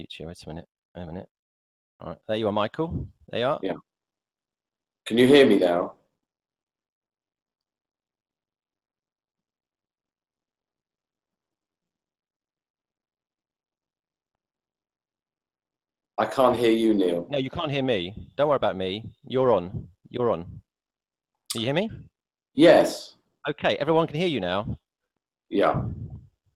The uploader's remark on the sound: CPD Accredited Google Hangout.